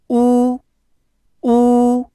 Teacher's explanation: 首先是 “呜”这个元音，它同样是发音中的撅嘴音